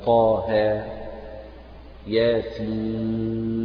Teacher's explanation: تمد بمقدار 2 حركات ومدها مد طبيعي